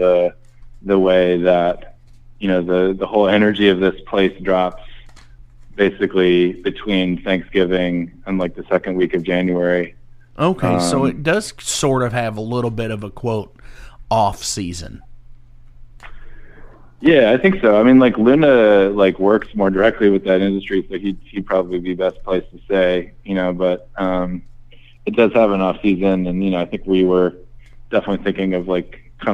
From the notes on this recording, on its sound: Partially in person from the West Coast Meets West End tour in September and some over the phone.